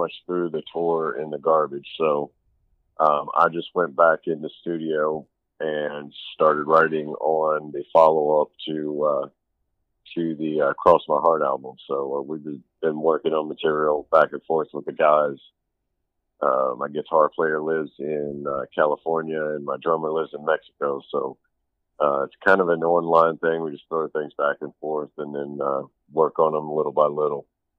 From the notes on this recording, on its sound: phone conversation